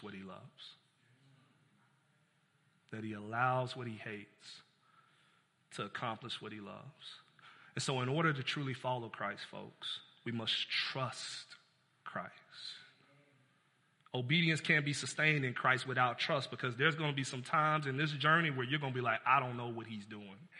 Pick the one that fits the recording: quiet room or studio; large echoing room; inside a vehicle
large echoing room